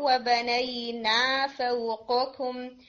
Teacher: یہ الف آپ کا تھوڑا شارٹ ہو گیا تھا، اس کو ہم تھوڑا کھینچ کے پڑھیں گے، ٹو حرکات ہے